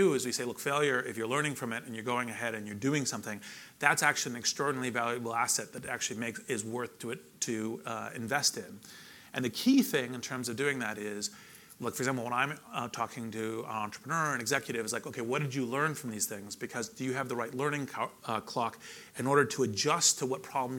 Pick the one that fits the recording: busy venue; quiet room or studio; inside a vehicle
busy venue